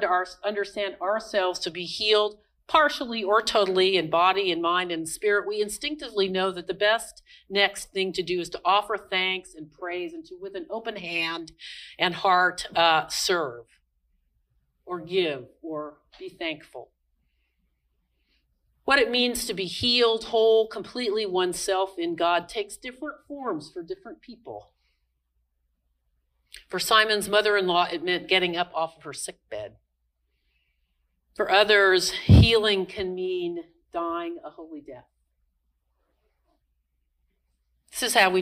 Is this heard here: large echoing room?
yes